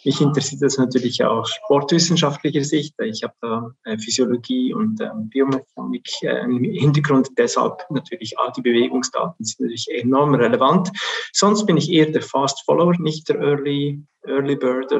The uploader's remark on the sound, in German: Wir haben den Online-Expertentalk via Zoom aufgezeichnet. Für den Podcast haben wir den Talk ein wenig gekürzt.